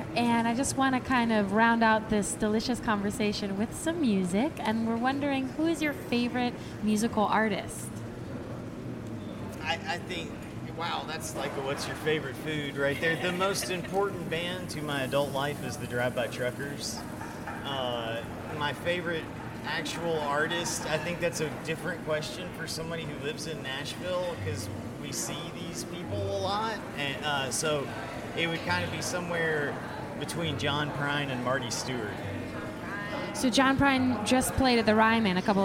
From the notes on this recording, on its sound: Heritage Radio Network on Tour. On the line at City House. At his James Beard Award winning restaurant.